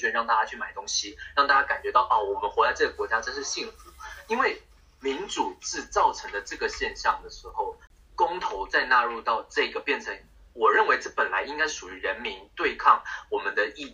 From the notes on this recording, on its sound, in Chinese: 抱歉由於越洋訪問所以今天收音出了問題